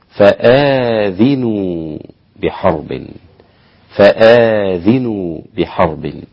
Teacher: قرأوا بهمزة مفتوحة وألف بعدها وكسر الذال